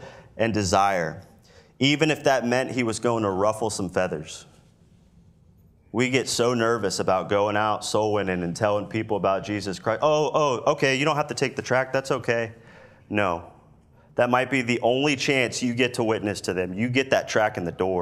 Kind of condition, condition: setting, large echoing room